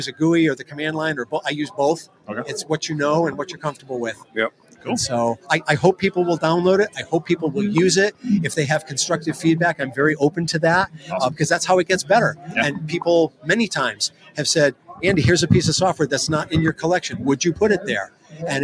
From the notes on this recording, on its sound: Live from the Northeast HamXposition in Marlboro, Massachusetts!